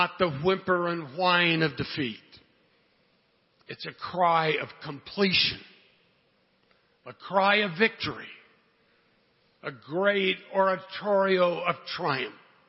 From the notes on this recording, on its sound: Good Friday Evening Service - Featuring ….